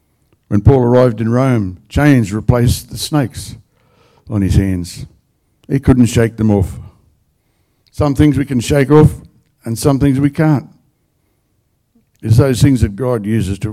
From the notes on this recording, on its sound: The live stream of Destiny Church Atherton.